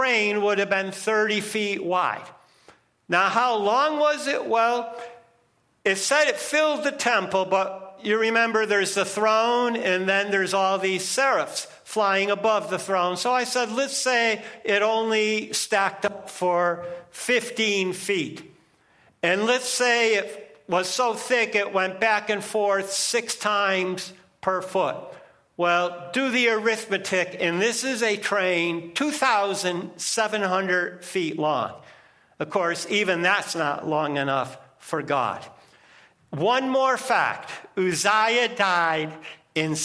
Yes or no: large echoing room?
yes